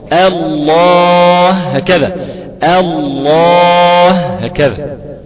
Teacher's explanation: أنا طلعت بألف مرققة، انتقلت اللام مفخمة، وبعد كده وقفت على هاء مرققة. شوف إزاي يعني مفخمة وقع بين مرققين.